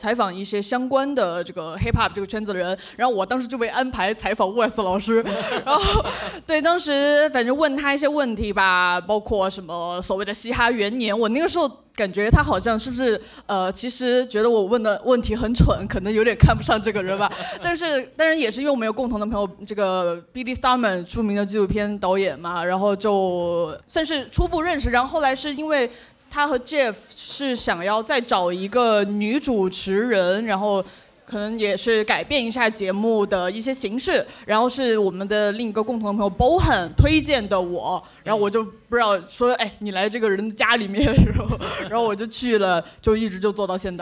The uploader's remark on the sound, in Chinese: 我们在北京举办了 音乐·聚我们——首届「播客松」+西海之声7周年聚会 活动。进行了长达 5 小时的「播客松」对谈。现在，我们将经过修整剪辑过的现场录音内容。现场录音设备协力品牌：Focusrite、RODE 麦克风。